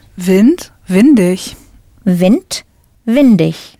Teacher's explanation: When you put an ending on Wind, the T sound at the end changes back to a D.